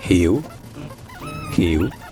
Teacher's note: le O à la fin d'un mot, en portugais brésilien, ça se dit U